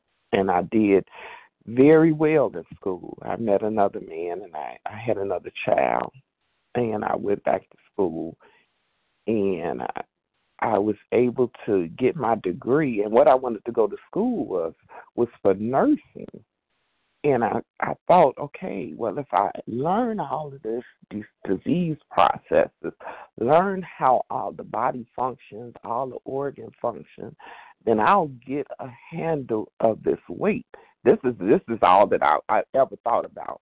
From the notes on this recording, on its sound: 100 Pounders Phone Meeting, 12/6/23.